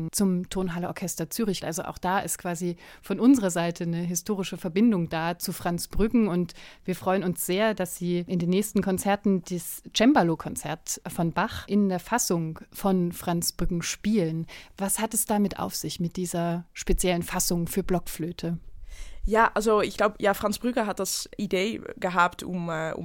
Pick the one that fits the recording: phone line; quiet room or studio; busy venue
quiet room or studio